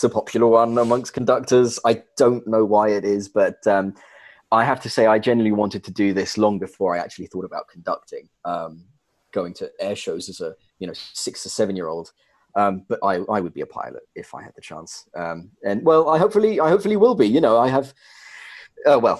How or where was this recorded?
video call